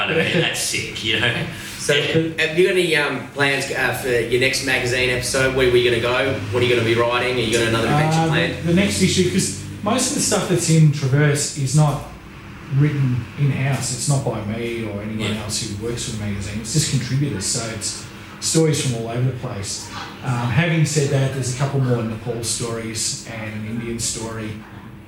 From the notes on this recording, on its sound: Apologies we had a few issues with the rode caster on this ep and had to use the audio from a camera